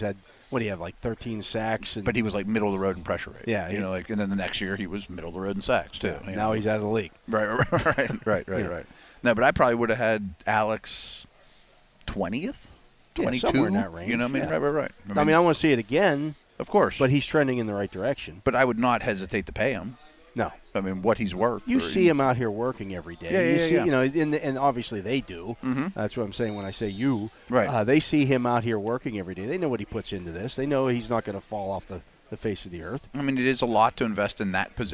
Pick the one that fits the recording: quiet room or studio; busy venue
busy venue